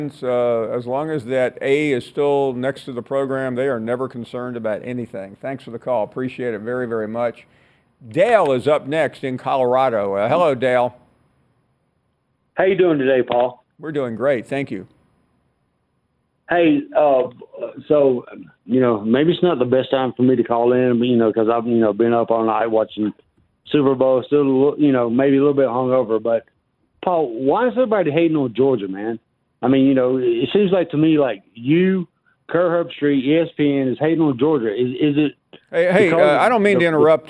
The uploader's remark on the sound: we continue with more of your phone calls.